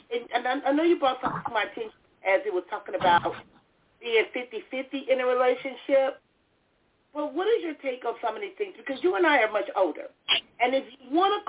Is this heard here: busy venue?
no